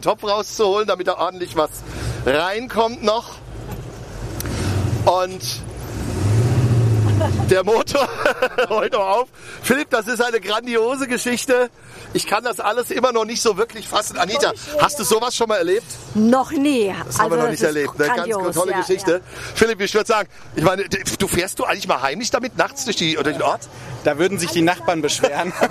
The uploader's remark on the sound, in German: Live aus dem Großtanklöschfahrzeug BJ 1976